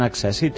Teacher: com la pronúncia de la S ho indica, amb doble S perquè és una S sorda. Per tant, accèssit amb dues Cs, amb accent obert i amb dues Ss.